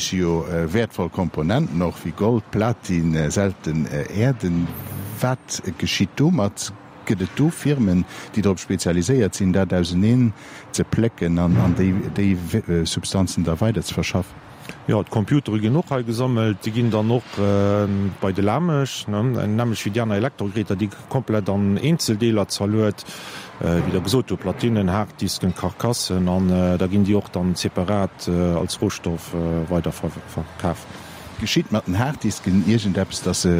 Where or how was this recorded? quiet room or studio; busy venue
busy venue